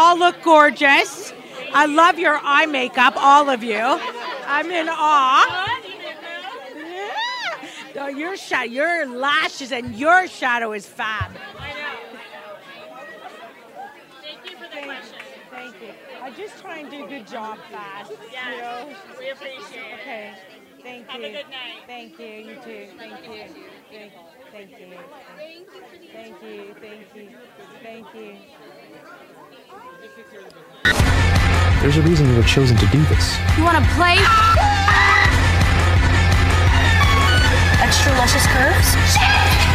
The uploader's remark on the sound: Live from The Canadian Screen Actors Awards Red Carpet